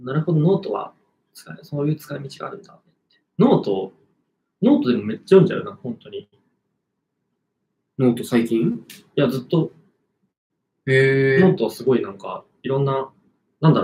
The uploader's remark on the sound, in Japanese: 生配信にて公開収録したものです。配信環境の影響で音飛びがあります。初公開収録です。